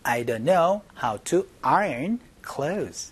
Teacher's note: 이거 아이롱이 아니고 아이언이라고 발음해 주셔야 됩니다